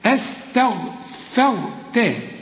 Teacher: ورقق الفه وفخم الراء ورقق التاء